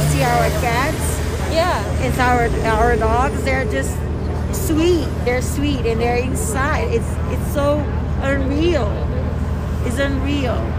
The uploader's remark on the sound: This episode was literally recorded outside of a slaughterhouse.